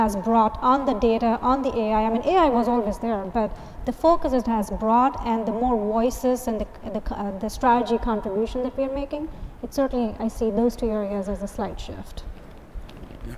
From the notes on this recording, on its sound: We feature a panel discussion from the AWS for Software Companies Executive Forum at re:Invent.